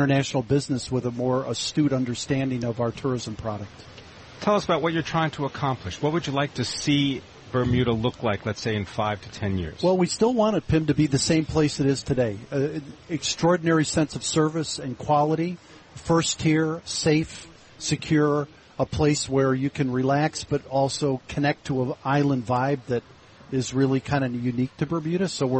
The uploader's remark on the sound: Broadcasting live from Elbow Beach Bermuda.